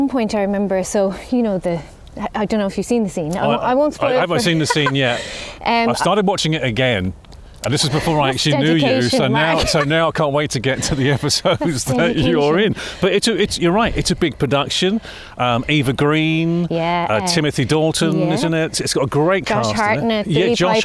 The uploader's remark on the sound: Recorded down the Blueway during the freezing cold weather when temperatures were in the minuses